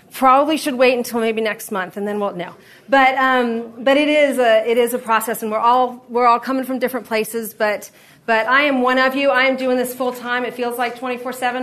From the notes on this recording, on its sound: This episode is from Discipleship for Women, recorded at the National Disciple Making Forum.